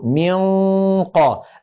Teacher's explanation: كلا الأمرين يؤدي إلى التفخيم، بدليل أننا لما نخفي النون عند القاف فنقول منقى، الفم مغلق بمخرج القاف، فمن أين جاء التفخيم؟ من رجوع لسان المزمار وتضيق الحلق